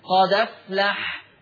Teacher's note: شيلوا الهمزة، خدوا الفتحة حطوها على مين؟ على الدال، فتصير المحصلة دال مفتوحة · Term: نقل